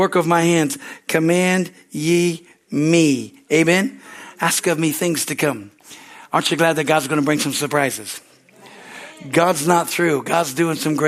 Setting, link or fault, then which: setting, large echoing room